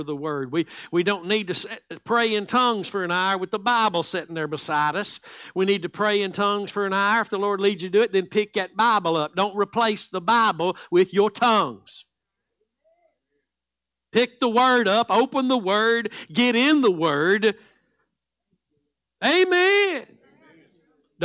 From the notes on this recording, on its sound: Live Sunday Morning Service